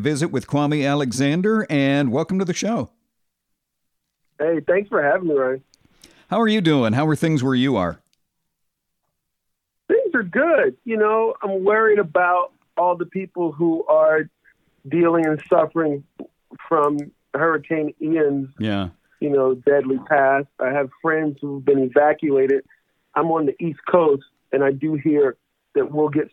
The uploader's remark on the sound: joined our 4-Timers club when he called